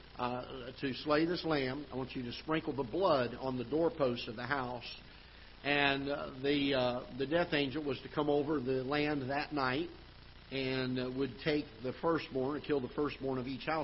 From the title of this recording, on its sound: Ketha Heights Baptist Church ~ Live Broadcast